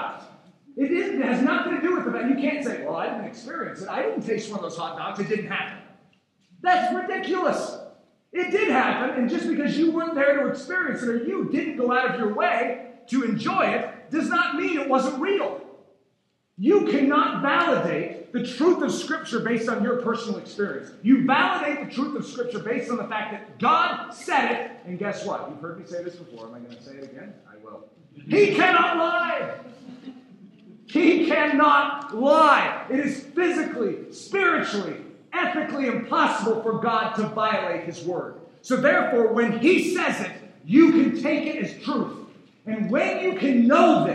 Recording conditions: poor sound quality